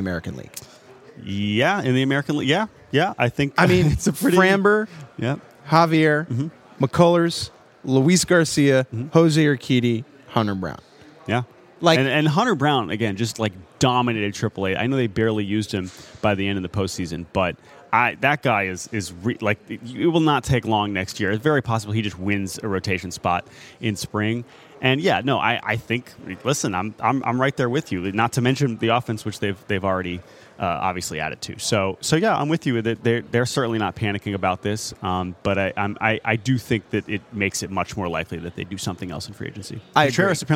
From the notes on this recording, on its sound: live from the Winter Meetings in San Diego